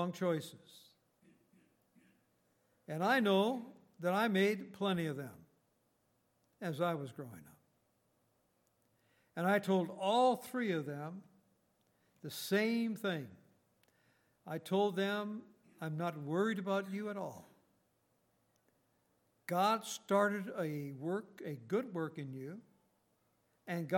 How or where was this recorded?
large echoing room